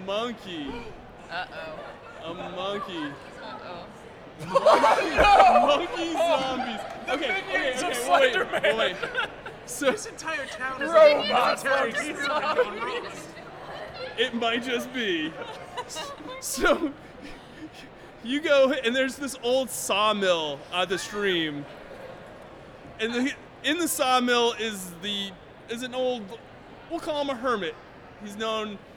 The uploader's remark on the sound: Live Show #1 from VT Sci-fi & Fantasy Expo on April 27.